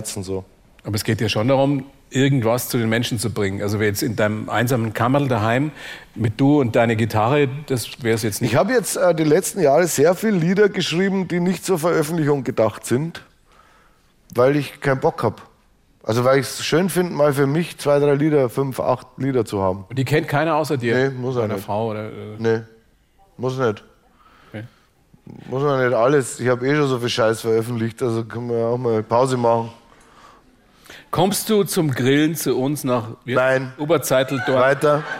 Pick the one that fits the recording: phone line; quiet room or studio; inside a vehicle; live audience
live audience